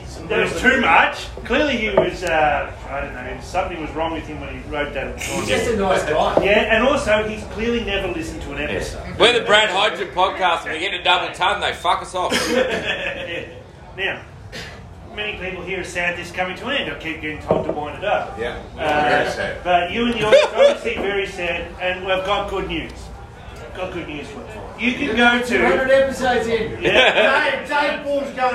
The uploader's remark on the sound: they decided to do a live recording with some of their most loyal fans in attendance.